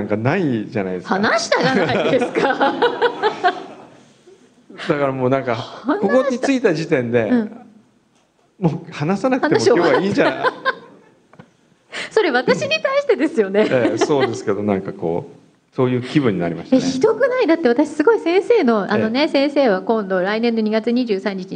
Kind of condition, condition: setting, live audience